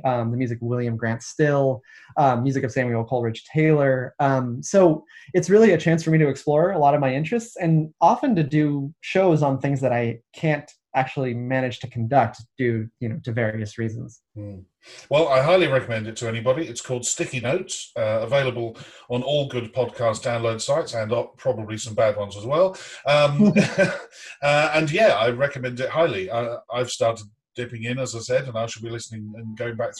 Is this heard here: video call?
yes